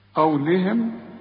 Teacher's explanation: القاف هي المفخمة ورقق للام قوي مع الهاء